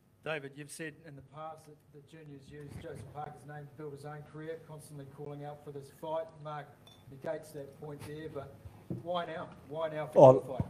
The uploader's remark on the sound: Full press conference. Dec 11 in Auckland.